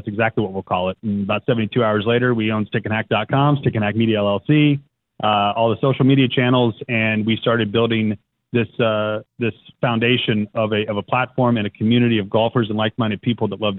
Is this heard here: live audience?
no